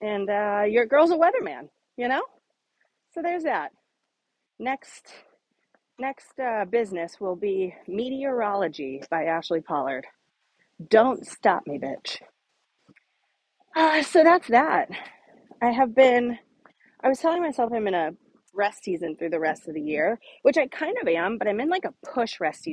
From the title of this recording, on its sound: Walk & Talk